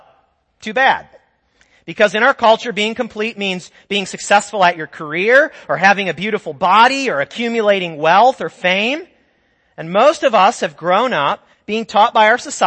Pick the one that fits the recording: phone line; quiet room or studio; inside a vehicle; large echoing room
large echoing room